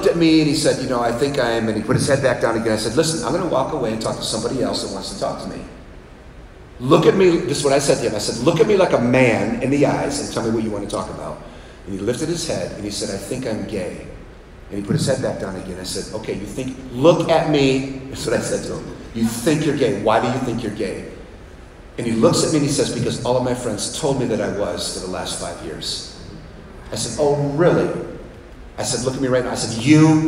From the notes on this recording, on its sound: Live Audience At Texas Camp. We took a break at Camp in Texas and did a live podcast with 150 leaders.